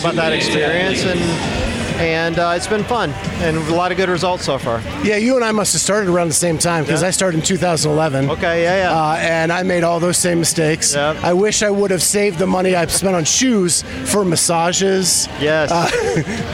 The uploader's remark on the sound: Live from the MFC. At the Masters Fitness Collective Championship.